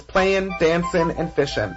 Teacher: the ing ending shortens to an in